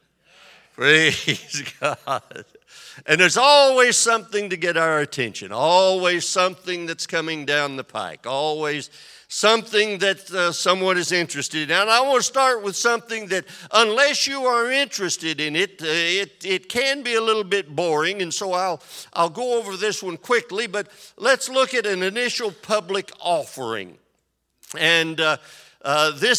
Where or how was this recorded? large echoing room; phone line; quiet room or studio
large echoing room